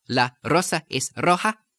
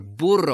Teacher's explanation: where you have the double R and you have R, more of a trill, more than the one tap · Shown in: second take